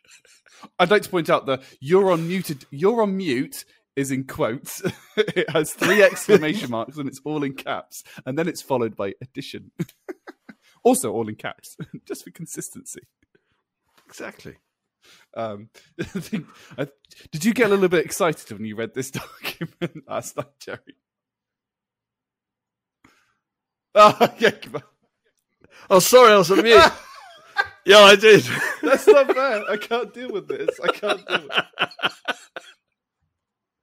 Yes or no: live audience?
no